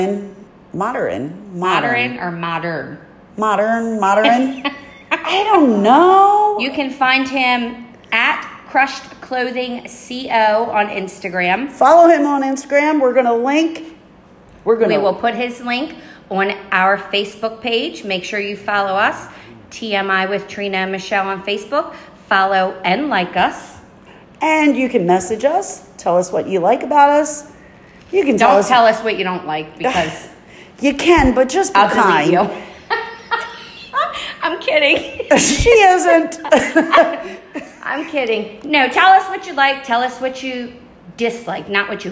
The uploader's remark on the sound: Live Studio Audience